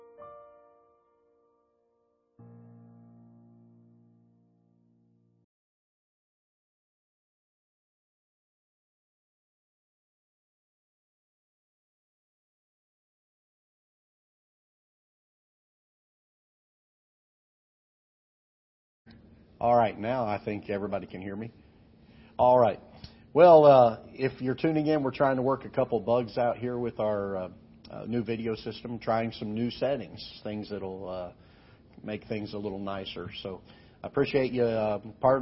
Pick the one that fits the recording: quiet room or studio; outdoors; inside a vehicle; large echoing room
large echoing room